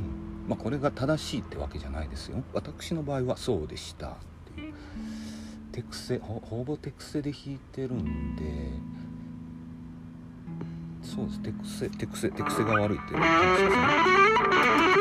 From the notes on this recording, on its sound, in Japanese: テスト録音のつもりでちょっと環境音が入っちゃってます